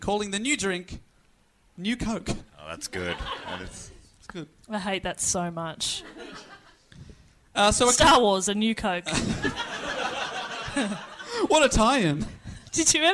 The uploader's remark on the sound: This super fun episode was recorded live at The Melbourne Comedy Festival.